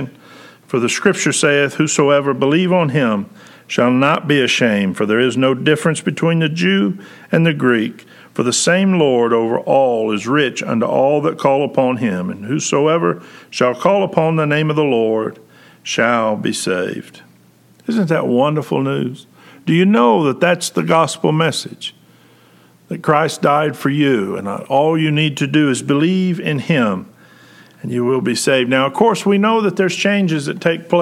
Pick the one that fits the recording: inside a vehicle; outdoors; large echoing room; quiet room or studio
large echoing room